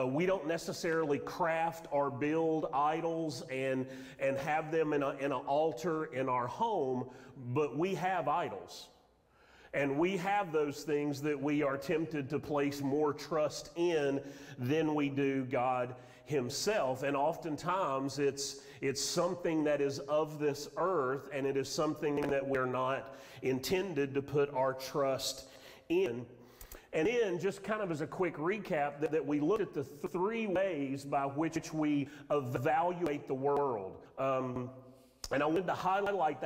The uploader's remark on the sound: Sermon audio from Mission Church in Locust, NC.